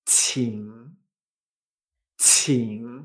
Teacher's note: Esto se pronuncia chi. Fíjate que es mucho más explosiva que la J. · Term: explosión de aire